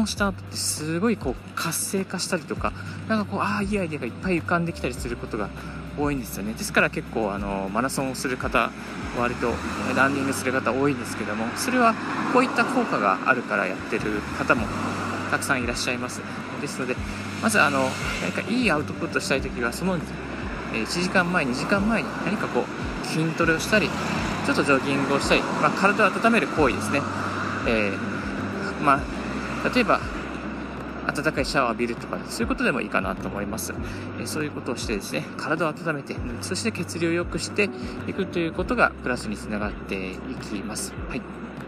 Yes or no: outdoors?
yes